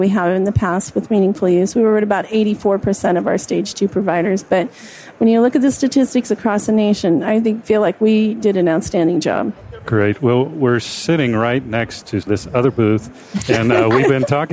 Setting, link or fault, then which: setting, busy venue